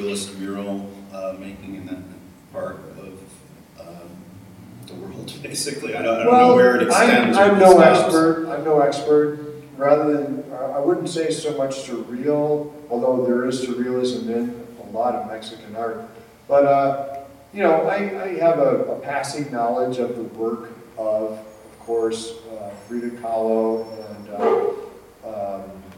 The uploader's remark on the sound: Live at APE 2017